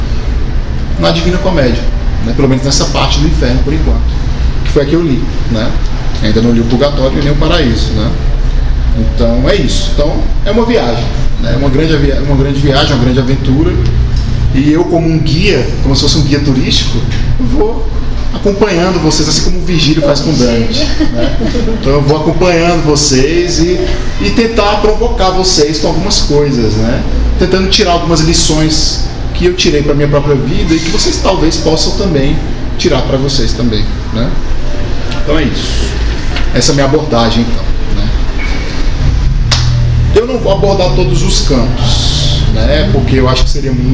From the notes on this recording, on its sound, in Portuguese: O segundo áudio foi gravado no encontro, podemos ouvir as vozes dos 7 participantes do encontro.